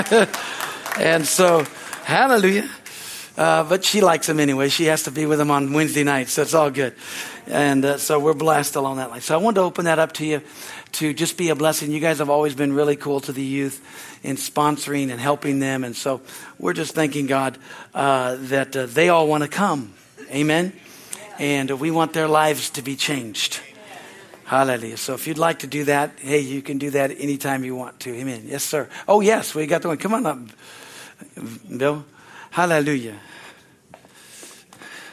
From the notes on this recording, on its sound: is from the Sunday serivce on April 16, 2023 at Harvest Bible Church in Stockton, CA.